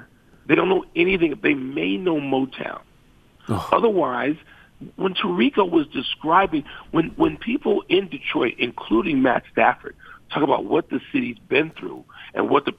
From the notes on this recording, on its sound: phones